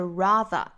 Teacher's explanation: 它的发音呢是上下开口度比较大的那个啊的口型